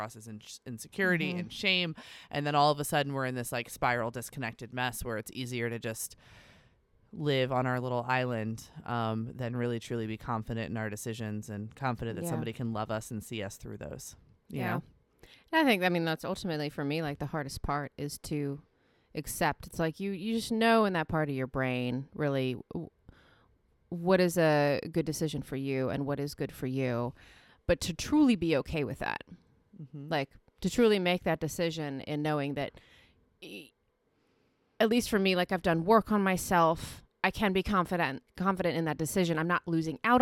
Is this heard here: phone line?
no